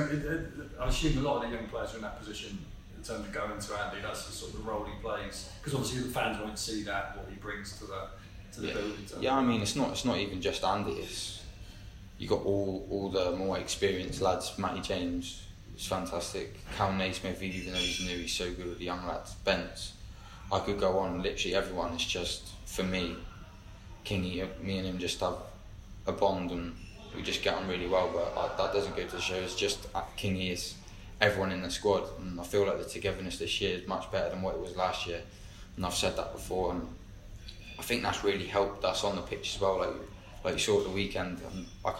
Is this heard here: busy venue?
yes